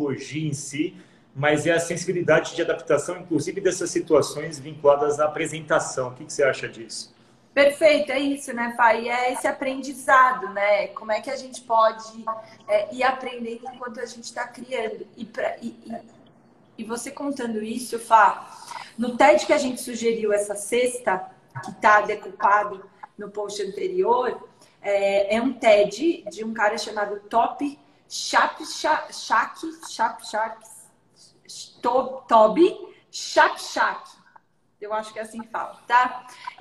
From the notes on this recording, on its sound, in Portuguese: Esse áudio foi originalmente uma live, realizada no instagram da SOMAS em 25/01/2021.